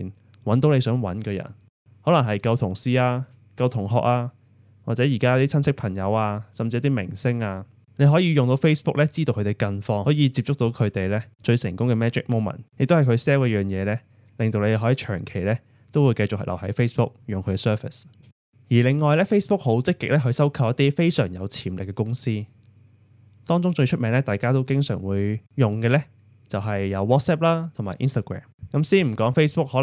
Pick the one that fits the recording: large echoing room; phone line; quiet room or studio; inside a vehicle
quiet room or studio